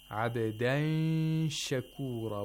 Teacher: We have to approximate the place of articulation of sheen. Okay, and at the same time there, we have to make a nasal sound. Yes, for two vowel counts. · Term: ikhfa